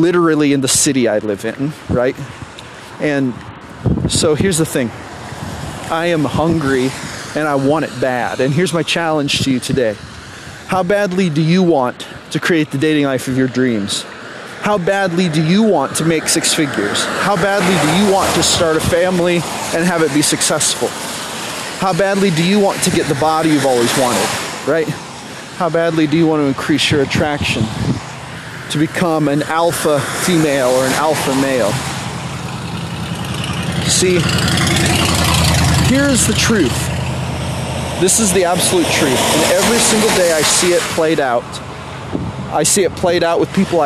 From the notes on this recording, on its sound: while walking along the side of the road while it's raining at 6 AM in the morning.